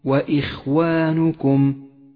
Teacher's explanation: لاحظ كيف جاء حرف الخاء وهو حرف استعلاء مفخم